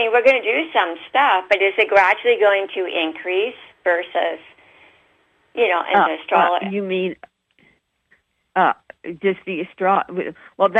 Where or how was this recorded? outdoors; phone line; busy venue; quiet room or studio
phone line